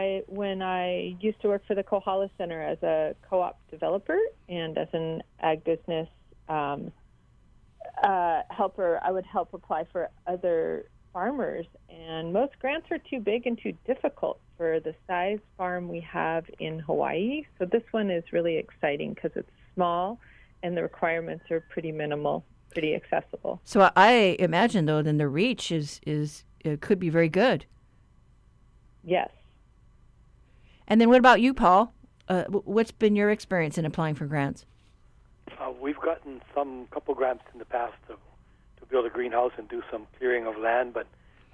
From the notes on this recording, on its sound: We've got a jam-packed call-in show